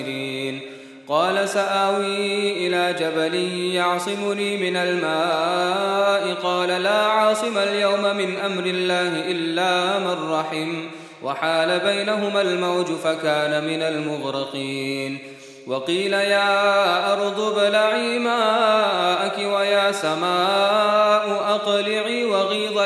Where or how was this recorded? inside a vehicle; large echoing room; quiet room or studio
large echoing room